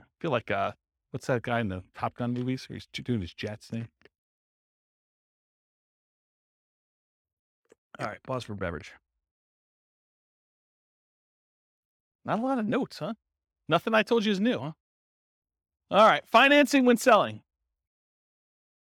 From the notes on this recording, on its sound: Real estate entrepreneurs in Baton Rouge, Louisiana. This was a live class recorded to give investors a solid qualitative overview of all the different real estate investing strategies. The live in-person version.